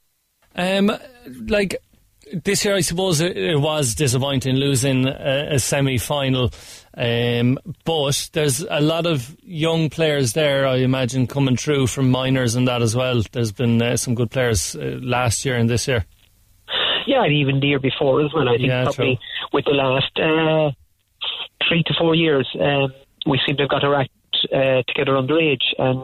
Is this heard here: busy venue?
no